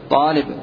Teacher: الألف لا تمال مع وجود الكسرة بعدها